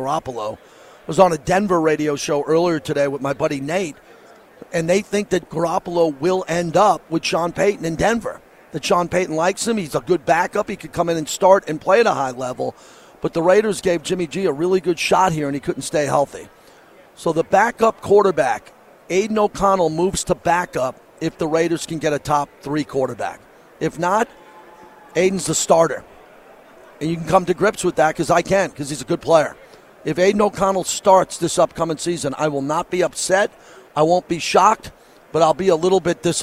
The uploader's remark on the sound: LIVE FROM RADIO ROW